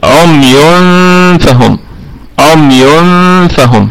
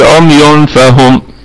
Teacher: التنوين أتى بعد حرف الفاء حكمه إخفاء حقيقي، إخفاء حقيقي. وطبعا الإخفاء ده بغنة. · Shown in: first take